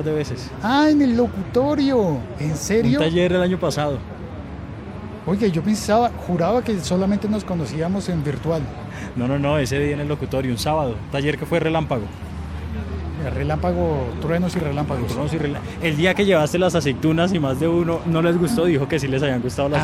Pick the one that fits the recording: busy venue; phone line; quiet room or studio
busy venue